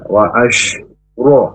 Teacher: huruf ro ketika fathah itu tafkhim, baca tebal